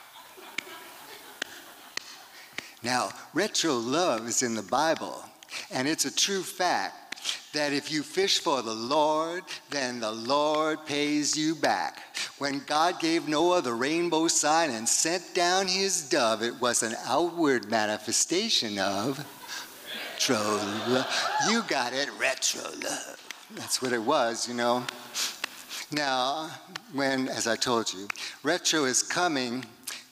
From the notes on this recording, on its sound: These performances were recorded at the Liberty Theatre on Friday, February 24th, 2023.